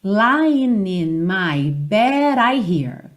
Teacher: esse bed, que seria um D, já vira o rararã para fazer a ligação